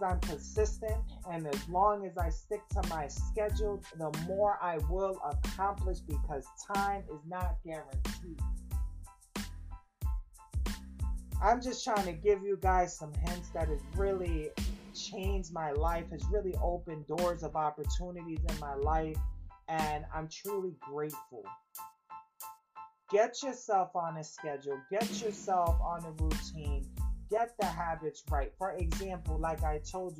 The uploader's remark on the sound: Excuse the mic experiencing severe weather today.